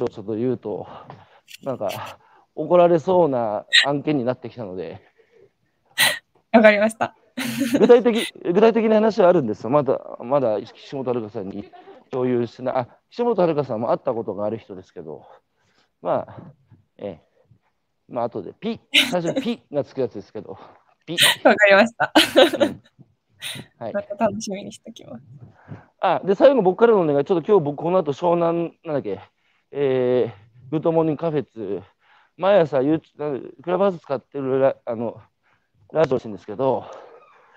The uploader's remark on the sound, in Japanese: 歩きながら2時間、対談インタビューを受ける